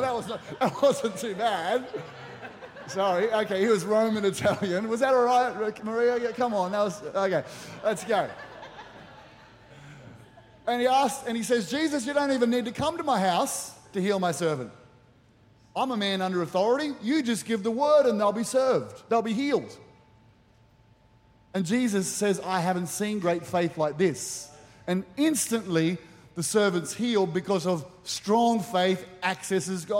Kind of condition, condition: setting, large echoing room